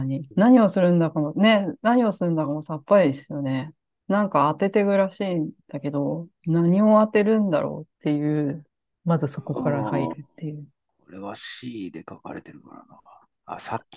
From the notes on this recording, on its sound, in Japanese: Zoomを使って録音しています。